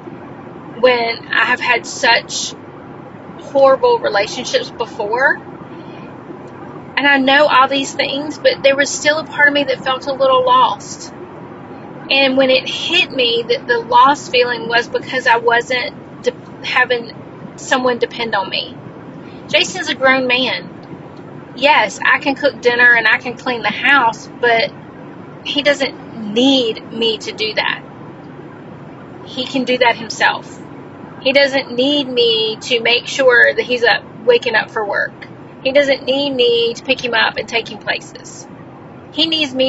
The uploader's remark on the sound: This episode was recorded in my car.